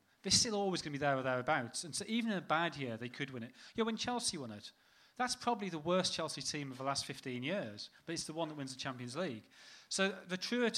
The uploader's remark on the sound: Our Q&A event at Dublin’s Sugar Club held on Monday 24th April. The first half of our Q&A event at Dublin’s Sugar Club.